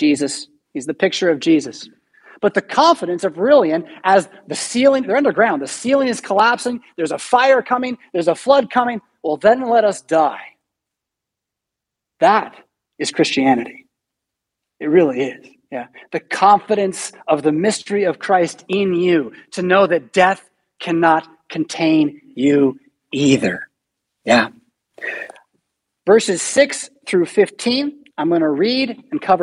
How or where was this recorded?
large echoing room